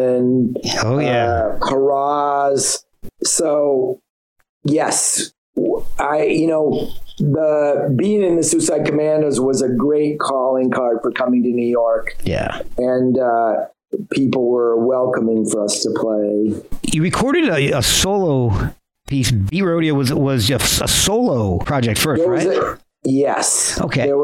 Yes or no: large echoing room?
no